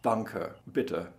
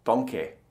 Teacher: Oder das sogenannte ungespannte E, also am Ende von Wörtern, so dass man hat mehr in einer norddeutschen Aussprache Danke, bitte mit einem Ö. Aber in Süddeutschland hören Sie zum Beispiel viel mehr Danke mit einem E.